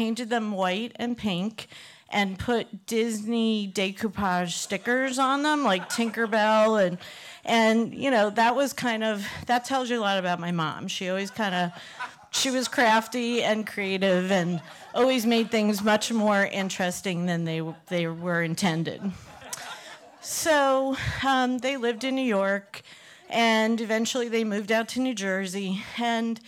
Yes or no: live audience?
yes